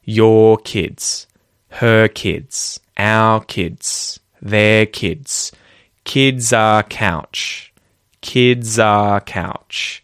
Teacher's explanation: the R in the words your, her, our, their, and are all disappear. So, in every single instance here that I can see in my notes, all of the R's are followed by a consonant and thus aren't pronounced in Australian English using my pronunciation.